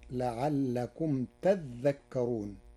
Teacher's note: قرأ ورش كلمة تذكرون بتشديد الذال، فتصير لعلكم تذكرون، فأصلها تتذكرون، فأبدل التاء الثانية ذالا وأدغمها في الذال بعدها.